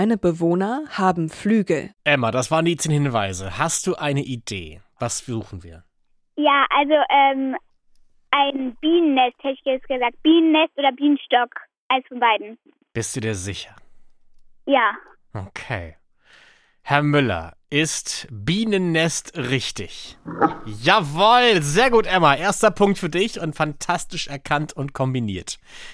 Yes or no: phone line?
yes